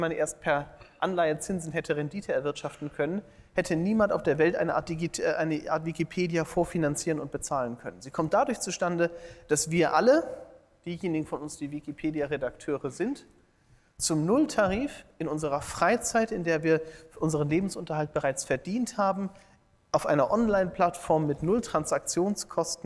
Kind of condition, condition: setting, live audience